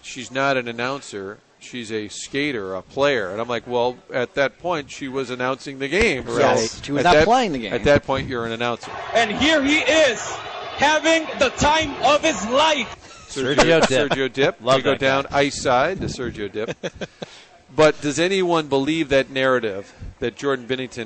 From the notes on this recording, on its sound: broadcasting live from Blondie's off Wash Ave